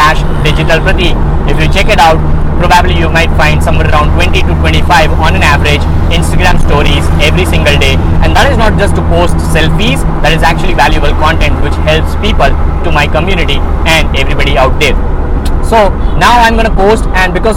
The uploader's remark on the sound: I am driving to a place in my car